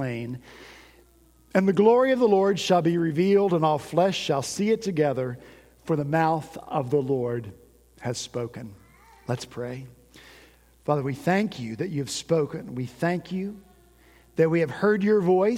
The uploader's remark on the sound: At Redeemer Presbyterian Church in Charleston, SC, our senior pastor preached about radical change on New Year's Day.